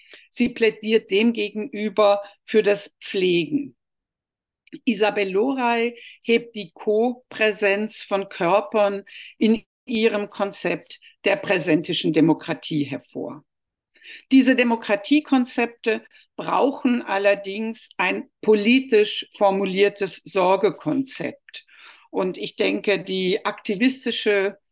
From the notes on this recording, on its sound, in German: Ein Mitschnitt der digitalen Jour fixe-Reihe der Assoziation für kritische Gesellschaftsforschung (AkG).